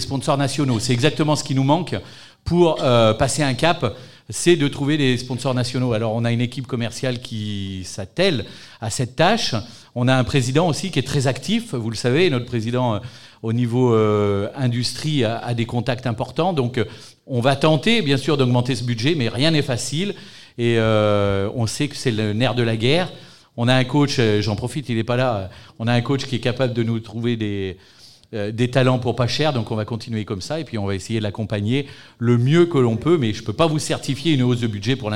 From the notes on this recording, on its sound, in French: en public au Chorum Alain-Gilles